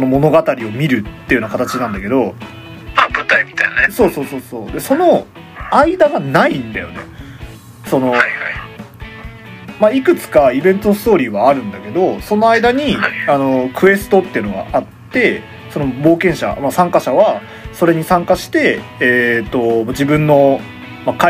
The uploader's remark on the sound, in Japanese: 録音機材：iPhone7